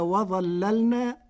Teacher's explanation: بتغليظ اللام الأولى فتصير وظللنا لمناسبة الظاء المفخمة